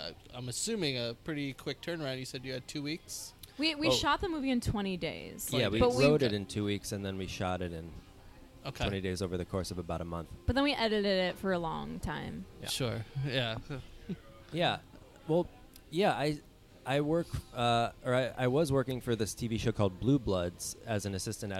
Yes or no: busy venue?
yes